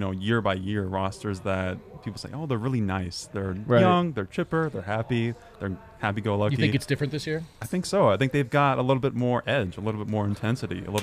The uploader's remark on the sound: Break down the game live from the Winner's Lounge.